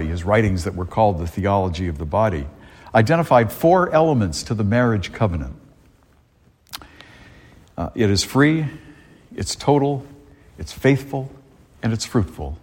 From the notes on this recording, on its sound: A homily delivered at Star of the Sea Church in Salisbury, Massachusetts